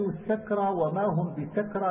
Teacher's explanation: سكارى معا سكرى شفا ومحرك ليقطع بكسر اللام تمجيده حلا ليوفوا ابن ذكوان ليطوفوا له ليقضوا سوى بزيهم نفر جلا، أي قرأ حمزة والكسائي السكرى وما هم بسكرى بفتح السين وإسكان الكاف من غير ألف فيهما